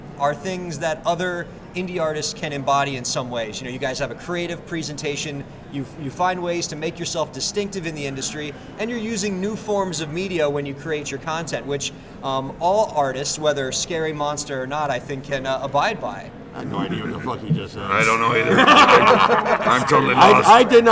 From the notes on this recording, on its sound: BTB from NAMM 2016. The Break the Business Podcast is on location at NAMM 2016 in Anaheim, California. NAMM 2016 is a world famous convention that features music equipment and merchandise from manufacturers all over the world.